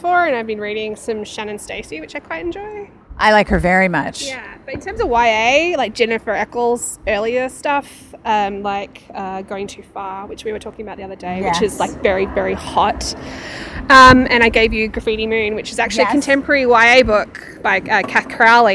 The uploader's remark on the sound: Session at the Melbourne Writers Festival. Hanging out in the festival area with a few readers and a book seller.